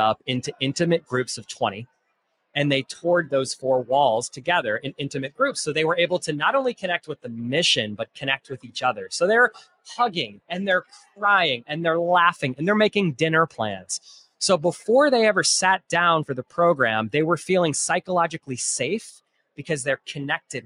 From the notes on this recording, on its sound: Live from Raise 2023